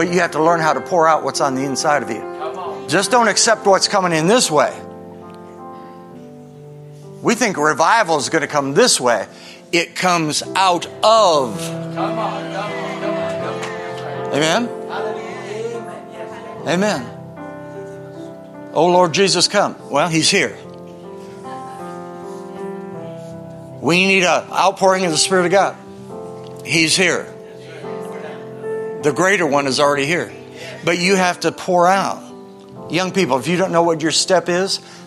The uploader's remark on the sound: Is from a special Sunday night service on August 13, 2023 at Harvest Bible Church in Stockton, CA.